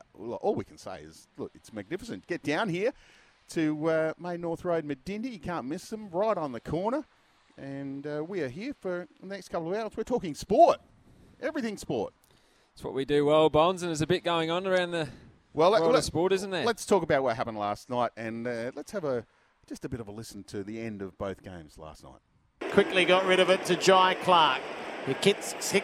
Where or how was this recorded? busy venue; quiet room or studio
busy venue